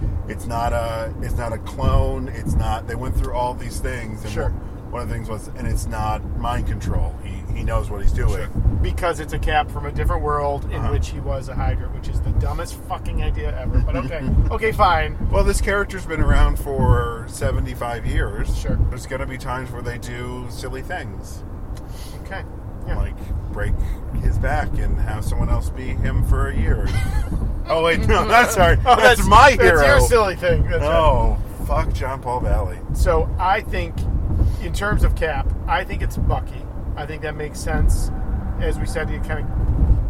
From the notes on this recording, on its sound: As they drive to Brooklyn. Road Trip to BAM.